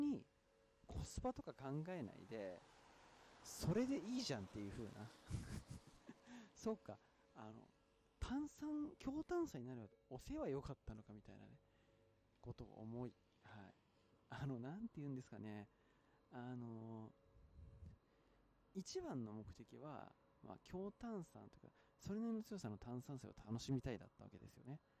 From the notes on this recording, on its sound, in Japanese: 野外収録のためさまざまな騒音が入り込みますのでご注意ください。